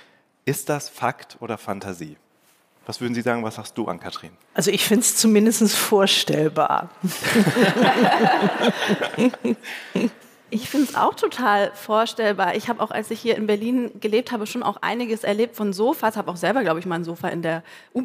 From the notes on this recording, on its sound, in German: Beim Podcastfestival von ZEIT ONLINE im Berliner Westhafen live aufgezeichnet wurde.